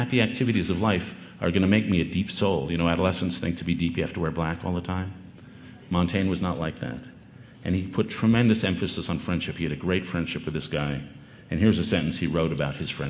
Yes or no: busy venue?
yes